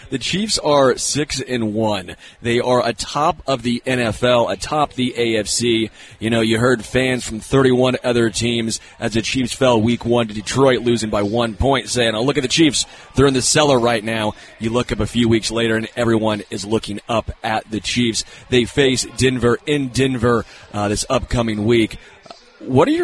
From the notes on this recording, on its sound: LIVE from Hollywood Casino!